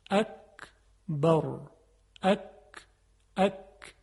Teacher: به اندازه خیلی کمی زبان میاد جلوتر و انتهای اون برخورد میکنه با سقف دهان. صدای کاف مثل قاف خیلی درشت نیست، بلکه صدایی هست که ظریفه.